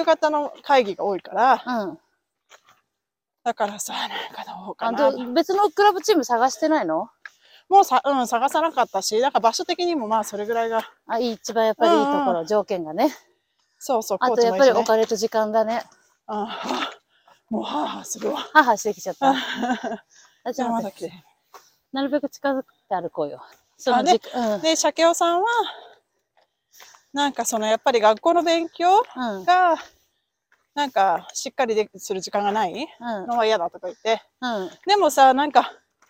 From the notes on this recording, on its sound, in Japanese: アメリカ・アリゾナ州発。アリゾナの朝日をバックに早朝ハイキング！歩きながらの収録だったので、お聞き苦しいところがあったらごめんなさい！